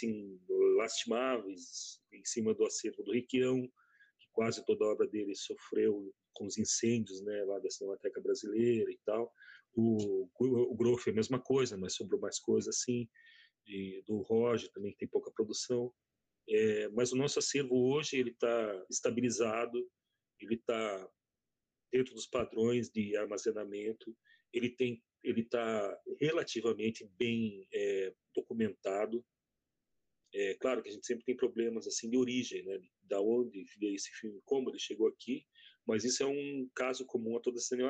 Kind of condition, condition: link, video call